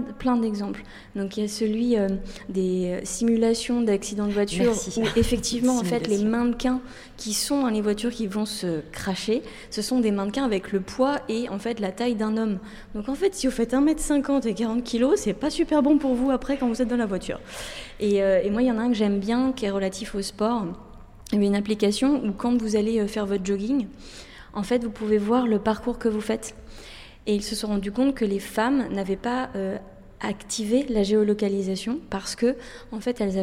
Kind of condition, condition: setting, busy venue